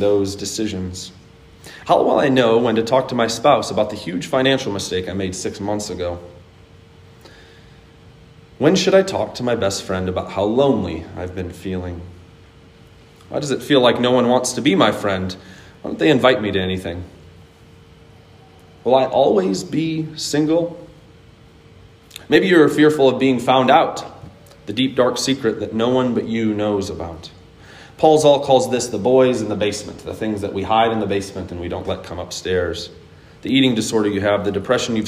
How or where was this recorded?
large echoing room